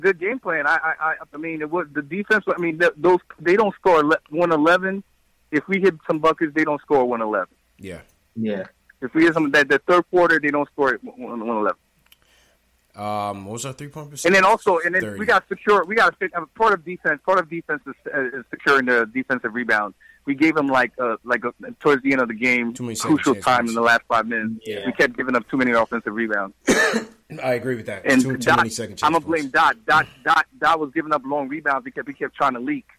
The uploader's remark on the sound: Knicks vs. Blazers Post Game Live Reaction & Fan Phone. Take live phone calls from fans around the world.